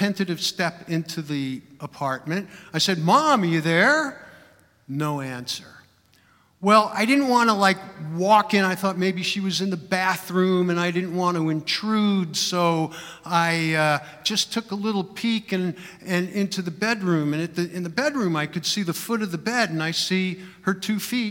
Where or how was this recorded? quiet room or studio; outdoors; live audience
live audience